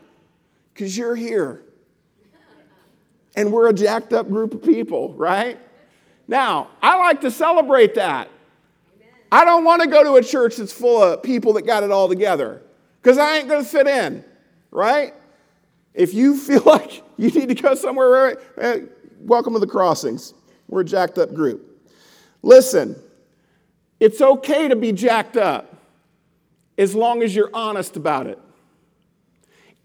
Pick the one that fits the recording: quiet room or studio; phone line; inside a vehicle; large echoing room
large echoing room